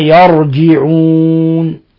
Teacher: لأن بعض الشعوب ترقق الراء المفتوحة، بعض الشعوب ترقق الراء المفتوحة، هذا خطأ. الراء المفتوحة، الراء المضمومة، الراء الساكنة التي لم تسبق بياء ولم يوقف عليها تفخم. · Term: فخمنا الراء